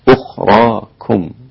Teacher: مع ملاحظة ترقيق الكاف عند القراءة لأنها مضمومة وحرف رقيق